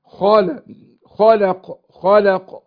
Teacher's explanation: عندنا اللام ساكنه، اللام اقصد مرققه، وقعت بين مفخمين، خلق خلق خلق. يبقى هنا الخاء مفخمه والقاف مفخمه واللام مرققه في النص